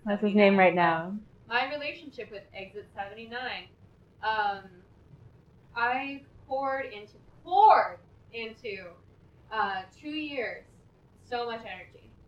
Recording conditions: poor sound quality